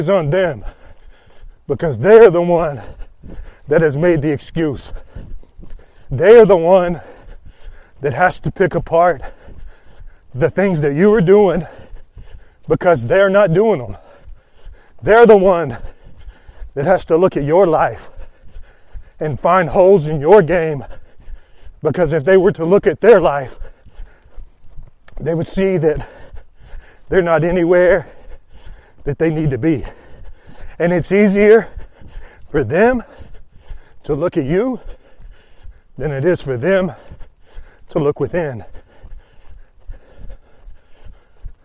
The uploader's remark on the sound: Live from the trail during a rainy 75 hard run